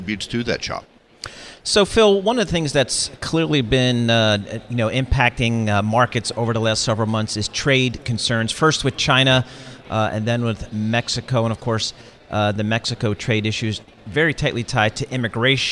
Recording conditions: busy venue